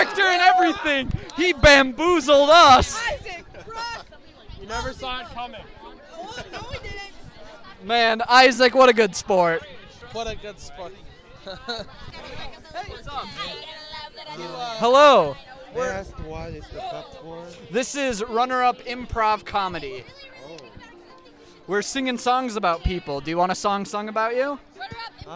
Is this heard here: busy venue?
yes